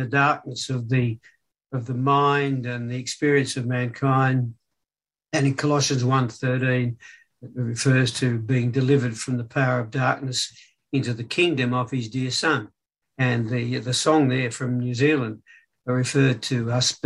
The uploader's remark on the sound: Talk 1 from Wednesday United zoom meeting.